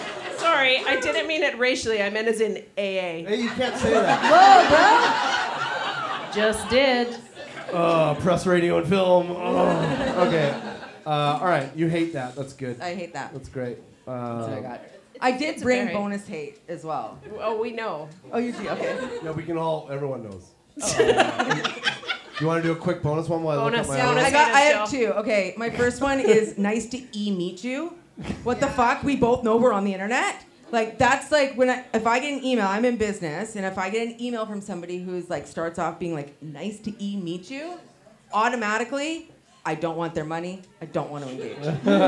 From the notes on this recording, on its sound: OUR FIRST LIVE SHOW! Live at The Mint in Victoria BC.